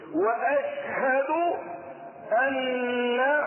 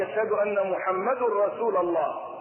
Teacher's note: وفيها النون المشددة فتأخذ الغنة بمقدار الحركتين